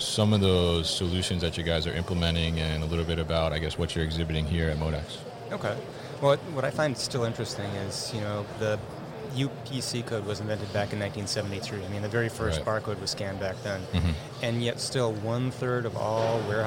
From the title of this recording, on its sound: Barcoding at MODEX 2020